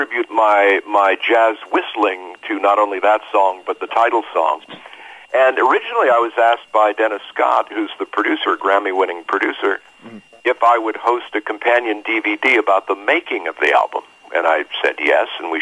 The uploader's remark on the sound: phone interview